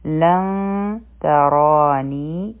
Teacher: را به غټه وایو ځکه چې په را فتحه ده · په اخفا کې مونږ د نون د پټولو کوشش کوو یعنی د نون مخرج مونږ نه ټچ کوو